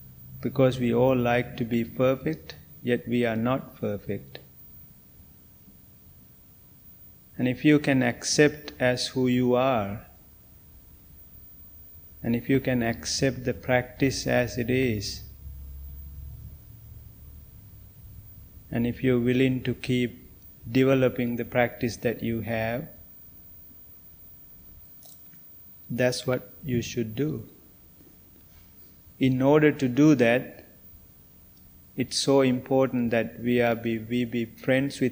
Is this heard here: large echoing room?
yes